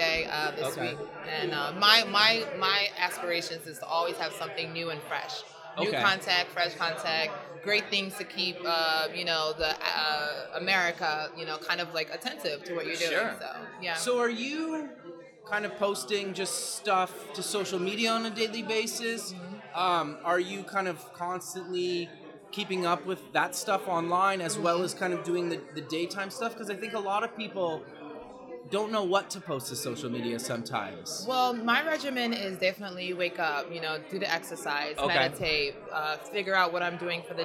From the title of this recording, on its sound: Live at the MEAs